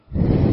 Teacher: Nah, bila huruf dibaca dengan makhraj yang kurang tepat, ya, misalkan kita mencontohkan tha dengan ujung lidah yang keluar sedikit